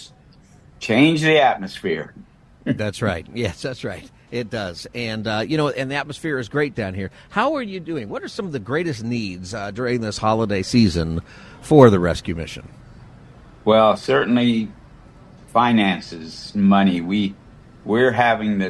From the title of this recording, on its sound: Live From Union Rescue Mission's Turkey Fry 2023